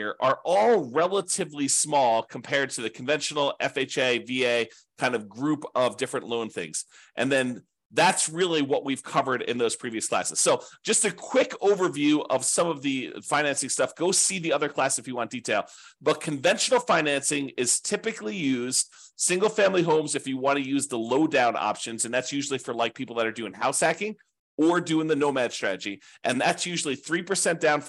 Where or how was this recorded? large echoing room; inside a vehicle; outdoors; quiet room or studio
quiet room or studio